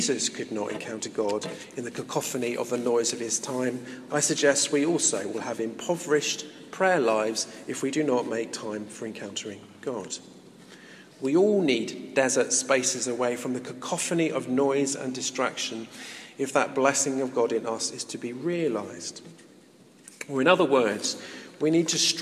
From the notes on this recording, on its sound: In this podcast recorded at a Moot Community Eucharist at St Mary Aldermary Church in the City of London.